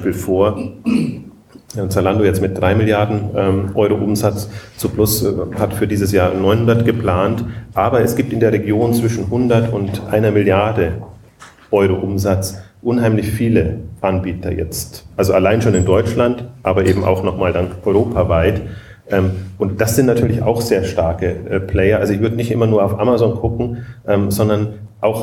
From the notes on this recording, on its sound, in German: Diese Sonderausgabe der Exchanges wurde live vor Publikum aufgezeichnet auf dem diesjährigen VSV-Herbstevent.